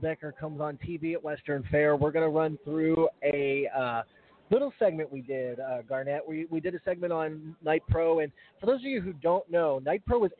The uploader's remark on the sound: 2017 Molson Pace Live Remote. Live coverage of the 2017 Molson Pace from Western Fair in London, Ontario!